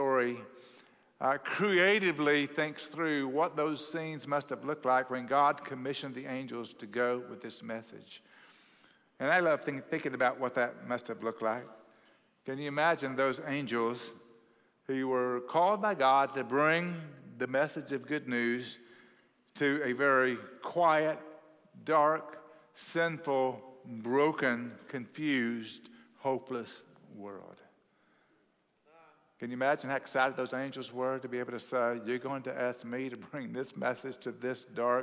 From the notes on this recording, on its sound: at Cross City Church in Euless, TX